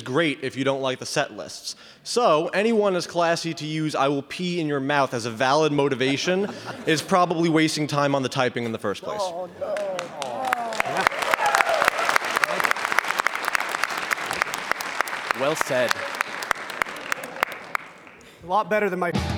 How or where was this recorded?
live audience